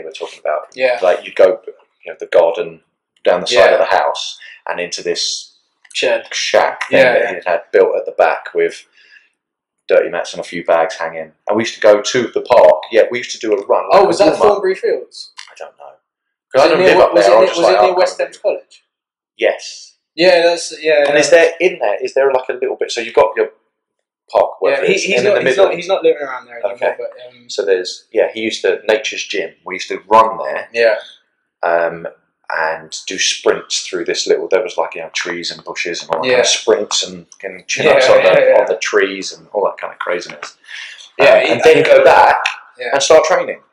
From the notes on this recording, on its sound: The camera cut out for some reason. As the episodes go one, things will go smoother, and the audio/video quality will improve as equipment and better camera technique is used.